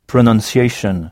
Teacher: Donc, PRONUNCIATION, qu'on prononce pronon, pronunciation. Donc, on frappe la syllabe qui vient juste avant la terminaison shun.